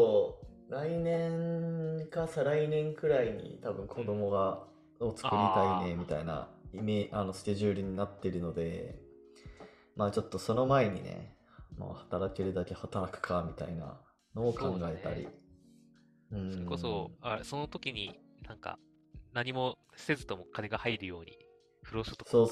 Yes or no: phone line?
no